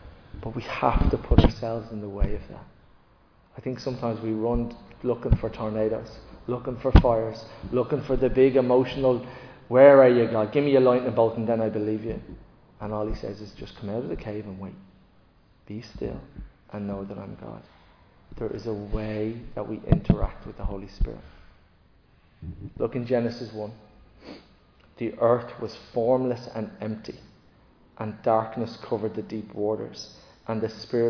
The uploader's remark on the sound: Recorded live in Liberty Church on 11 June 2023